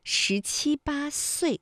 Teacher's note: 这里有十，还有岁，有翘舌音，有平舌音